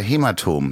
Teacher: also das Ä wird gerne als E ausgesprochen